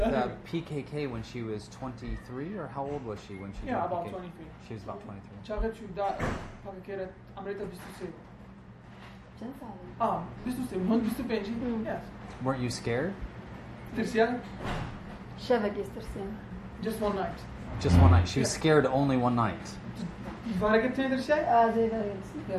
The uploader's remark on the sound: live unedited interview from the field